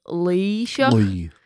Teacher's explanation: So, it's like a deeper kind of E sound, like Laoighseach. So, it comes from, like, it comes from really deep in the throat.